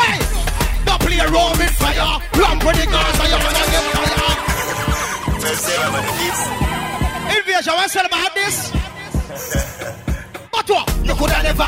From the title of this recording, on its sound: LIVE At Skys The Limit (03 January 2015)